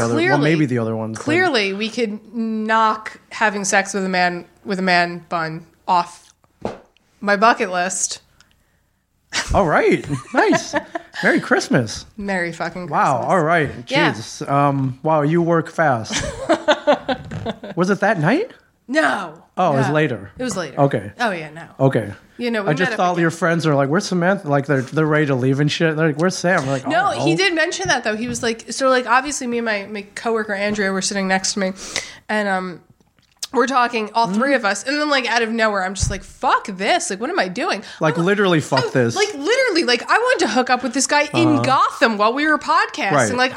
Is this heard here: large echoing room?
no